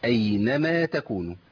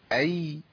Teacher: احنا قلنا الرخاوه هي جريان الصوت، يعني الياء من الحروف اللي بيجري فيها الصوت